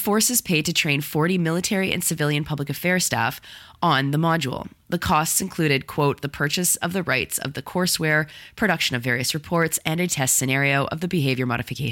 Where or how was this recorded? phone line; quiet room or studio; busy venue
quiet room or studio